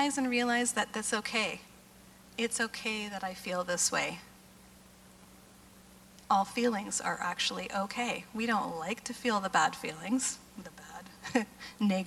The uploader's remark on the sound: GT Conference Breakout Session